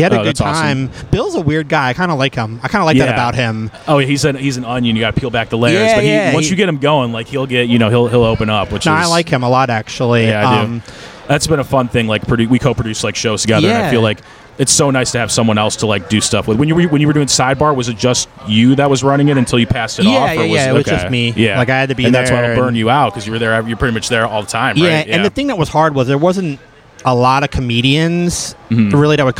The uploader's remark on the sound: recorded following the comedy open mic at Fells Point Tavern